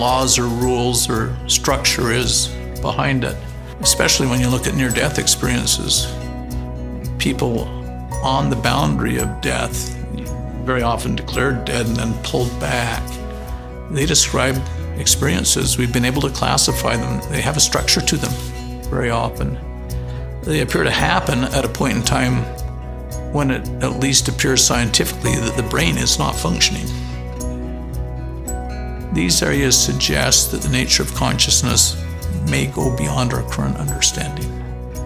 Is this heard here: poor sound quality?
no